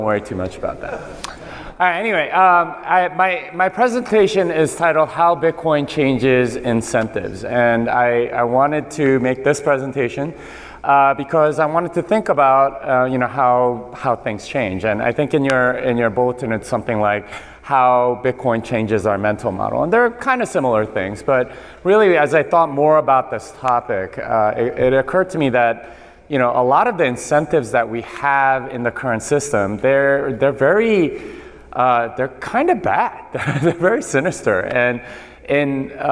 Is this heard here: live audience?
yes